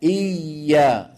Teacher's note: صوت الياء لا ينقطع لأنها حرف رخو